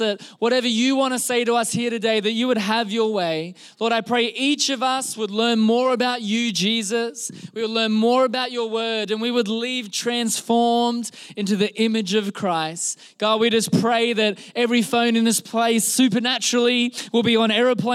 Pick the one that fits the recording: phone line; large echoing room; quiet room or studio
large echoing room